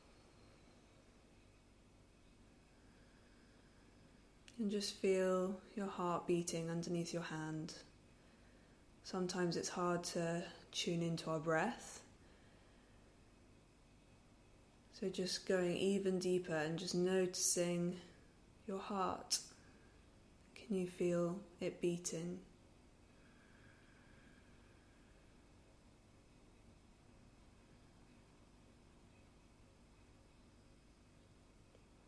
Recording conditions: sounds in the background